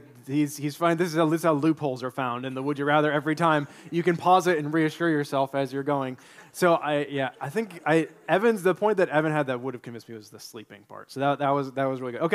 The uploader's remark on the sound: delivered this sermon during our March 26, 2023, Sunday worship service